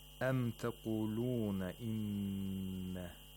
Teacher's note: Noon is a letter that is pronounced from a place of articulation known as خيشوم. Okay, that's where the air comes from the nose. The head of the tongue is involved, and it blocks the airflow in the mouth just behind the upper front teeth.